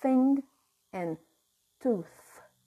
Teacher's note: a voiceless dental fricative